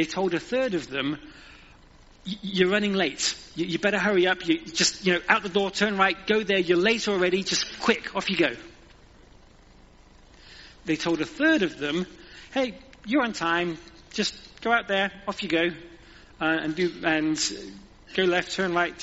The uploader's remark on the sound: Recorded at the 10:30 service on Sunday 30th October at St Andrew’s.